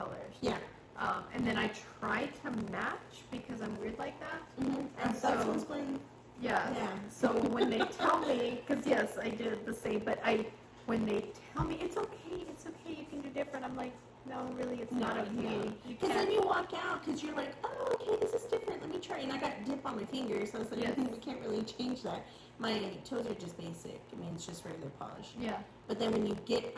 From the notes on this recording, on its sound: Great podcast but the audio got messed up.